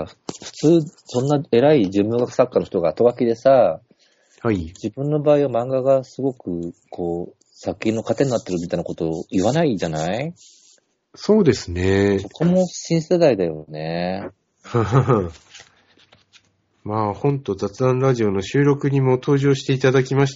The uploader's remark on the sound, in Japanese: 12月13日スカイプにて収録